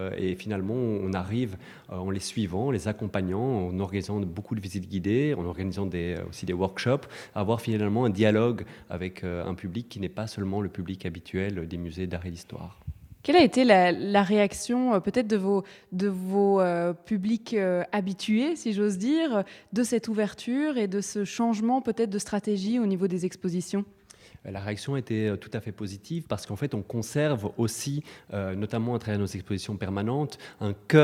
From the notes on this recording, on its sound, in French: en direct du salon Art on Paper, le salon du dessin contemporain organisé ce week-end à Bozar